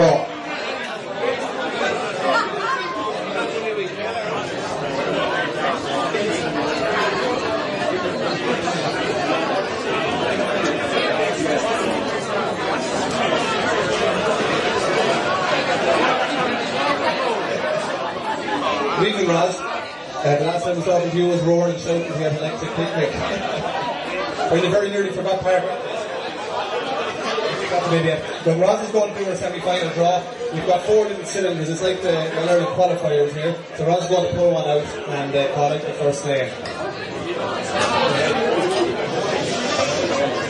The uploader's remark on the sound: Finale night in the Square Bar. Came to a conclusion in the Square Bar in Portlaoise. In front of a live audience. With a full house and a cracking atmosphere.